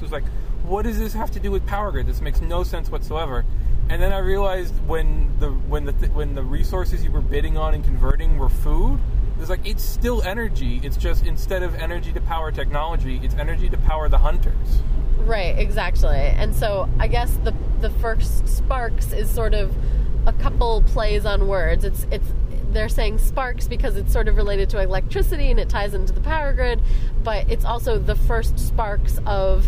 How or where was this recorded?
inside a vehicle